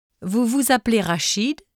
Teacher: The E instable may be dropped in appeler because a series of only 2 sounded consonants is produced.